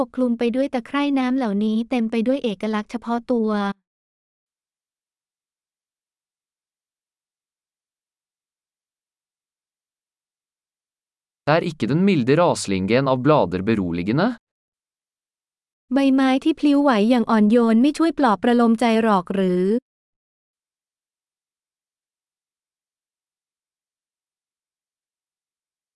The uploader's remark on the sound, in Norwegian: Lyden av den ravende bekken er terapeutisk.